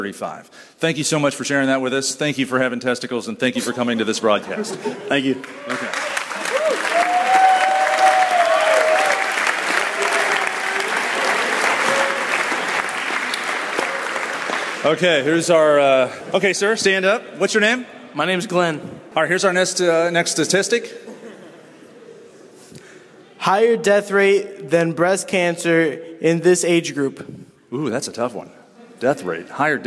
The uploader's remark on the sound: Live from Wabash College. We begin with a live studio audience at Wabash College.